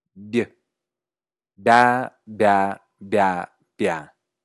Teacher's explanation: No, no es lo mismo que hacer una B normal y después una I, porque los labios y la lengua están en posición de I desde el inicio · Term: bilabial oclusiva sonora palatalizada